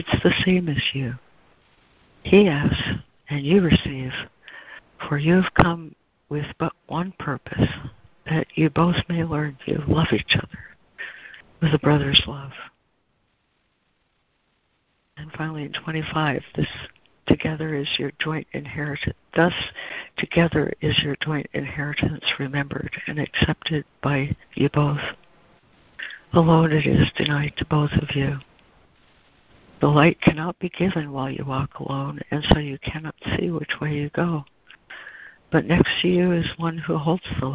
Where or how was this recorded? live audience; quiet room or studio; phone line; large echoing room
phone line